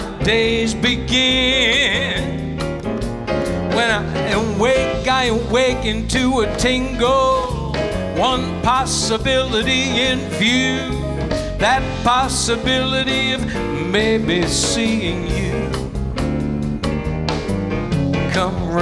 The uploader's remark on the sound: Live at the South Point Casino